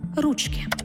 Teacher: у називному відмінку множини наголос падає тільки на перший склад – ручки.